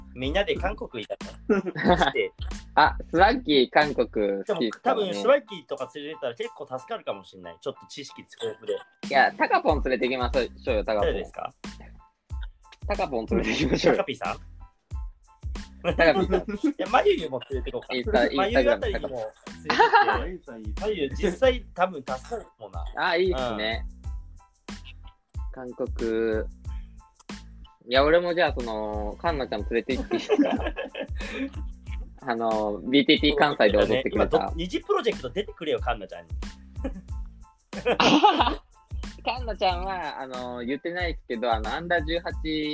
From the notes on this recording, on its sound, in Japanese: リモート収録